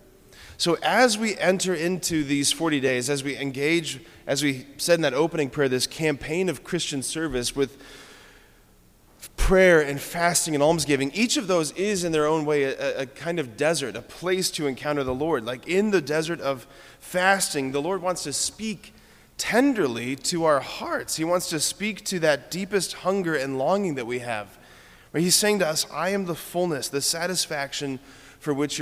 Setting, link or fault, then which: setting, large echoing room